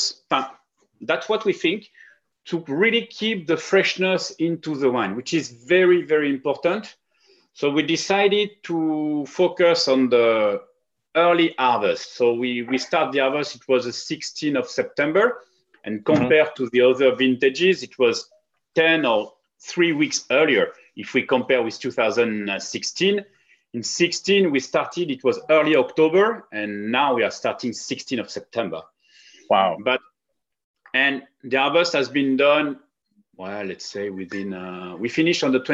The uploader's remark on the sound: over Zoom